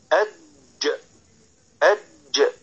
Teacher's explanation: وحرف الجيم حرف يخرج من وسط اللسان مع ما يحاذيه من الحنك الأعلى، سواء كانت الجيم ساكنة أو متحركة.